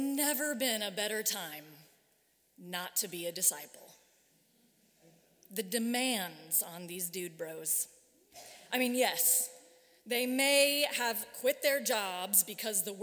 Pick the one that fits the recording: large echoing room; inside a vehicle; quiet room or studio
large echoing room